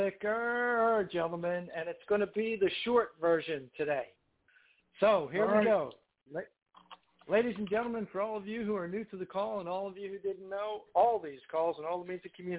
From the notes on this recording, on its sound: Conference Call